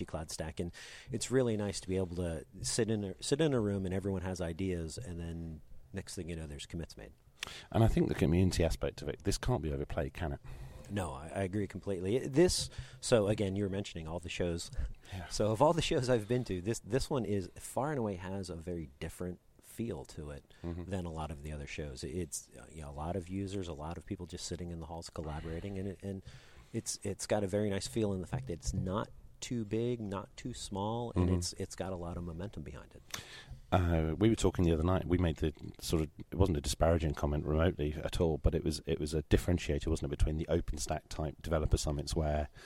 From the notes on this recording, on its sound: at the CloudStack Collaboration Conference in Amsterdam.